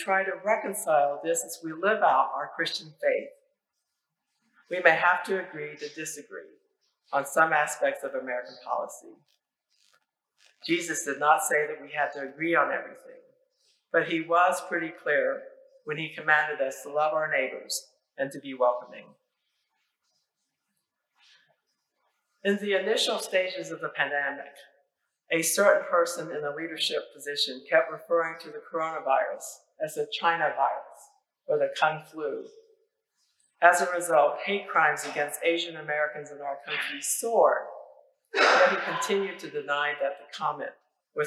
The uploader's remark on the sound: Apologies for issues with the audio. A lightning strike near the church overnight temporarily disabled some of our equipment.